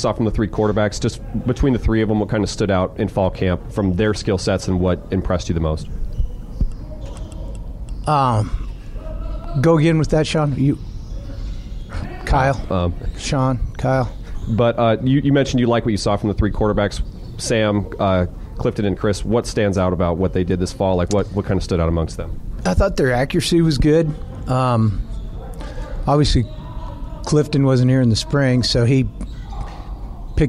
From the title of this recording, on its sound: Montana Griz press conference